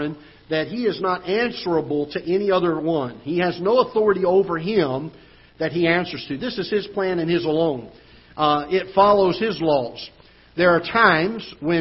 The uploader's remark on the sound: Ketha Heights Baptist Church ~ Live Broadcast